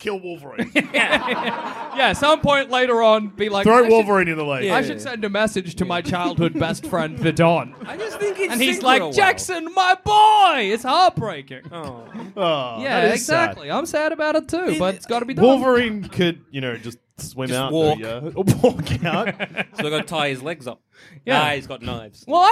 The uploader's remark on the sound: Recorded in 2020 at The Comedy Republic